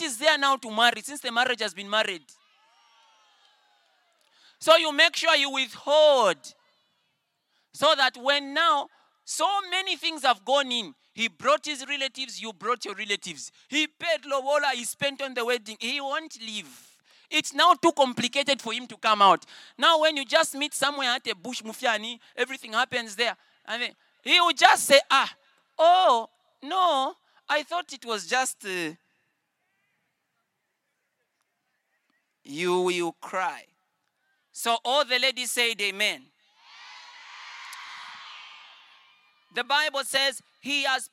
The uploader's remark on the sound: at the 2023 Love Sunday conference